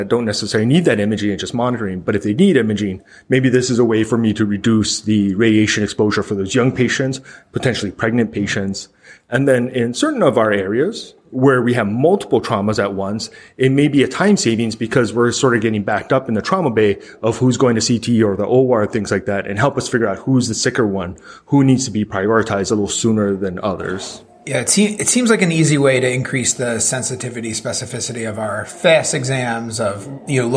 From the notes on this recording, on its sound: Traveled to Portland, Maine to do some on-the-street reporting at the annual conference for the Society of Clinical Ultrasound Fellowships (SCUF). What evolved was a series of incredible mini-interviews.